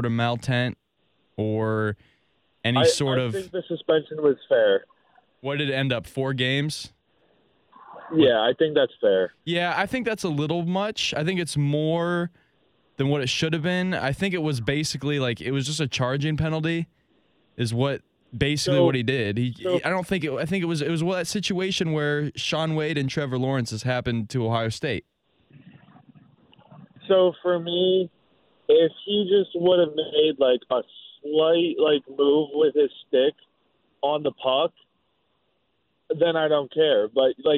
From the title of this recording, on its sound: On The Phone